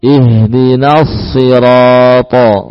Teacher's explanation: Ihdinas sirata. Nun jangan tebal. Ya, jangan terpengaruh dengan shad.